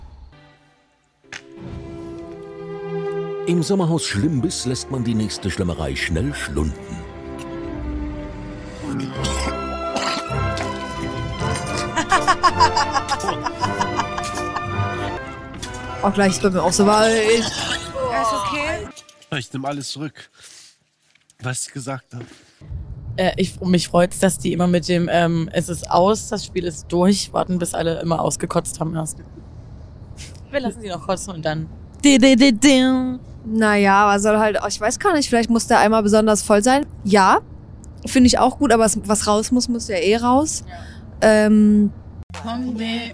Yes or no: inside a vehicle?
yes